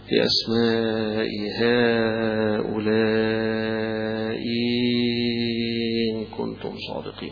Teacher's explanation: حيبدل الهمزة الثانية ياء ويمد مدا مشبعا فيها، يقول بأسماء هؤلاء إن كنتم صادقين، مدها خلى الهمزة الثانية ياء ومدها.